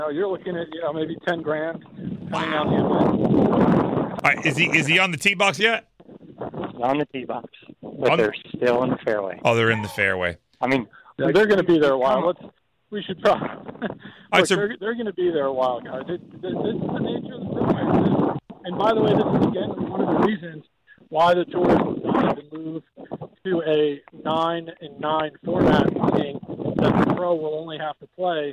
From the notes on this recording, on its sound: LIVE on the course at PGA National.